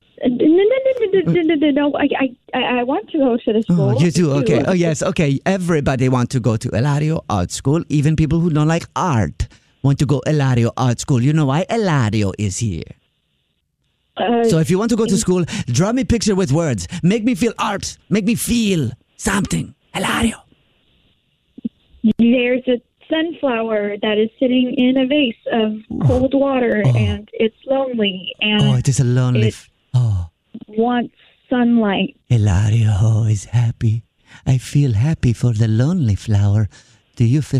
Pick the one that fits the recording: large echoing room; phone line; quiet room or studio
phone line